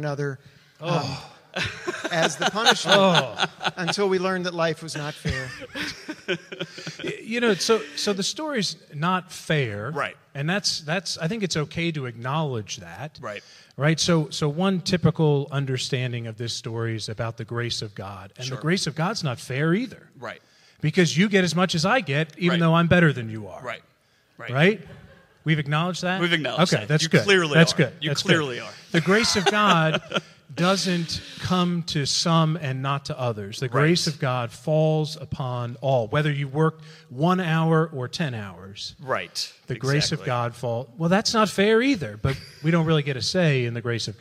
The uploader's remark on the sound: LIVE from Presbytery. In this special live recorded episode from the floor of Scotia Valley Presbytery.